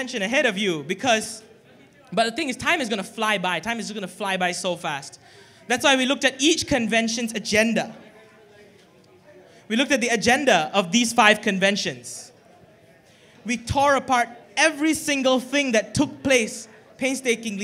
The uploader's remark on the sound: recorded during PHPonyCon at the Megatrade Conference Centre in Manila, The Philippines on 16 October 2016